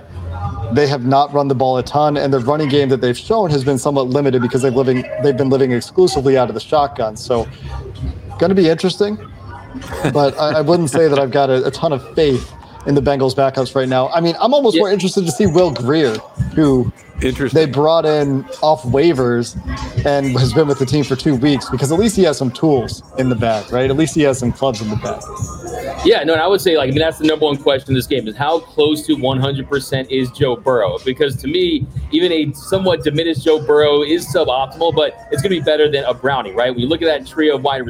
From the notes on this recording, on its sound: We apologize for the background noise. Was at Dodger Stadium at the time of this recording.